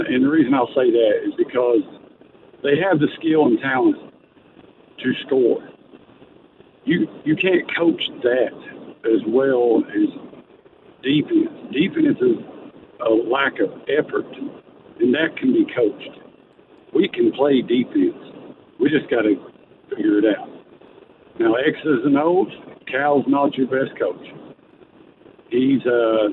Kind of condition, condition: link, phone line